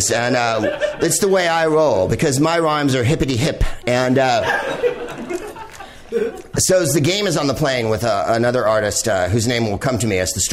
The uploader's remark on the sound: Live from the NerdMelt Showroom in LA